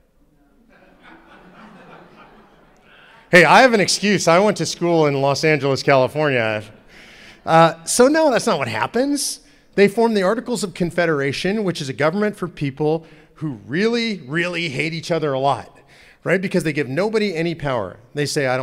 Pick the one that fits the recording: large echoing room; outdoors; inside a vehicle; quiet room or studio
large echoing room